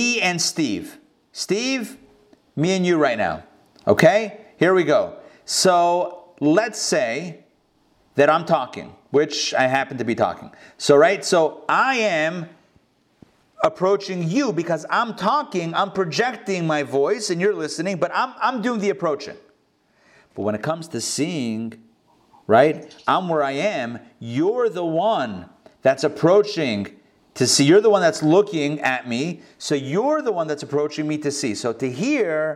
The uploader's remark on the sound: Recorded live in Atlanta